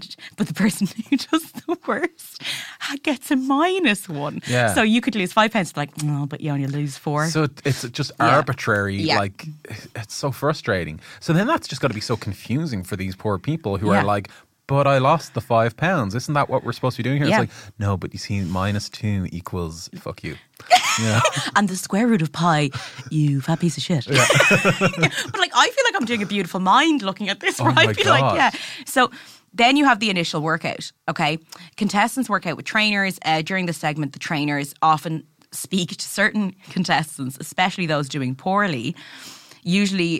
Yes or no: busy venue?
no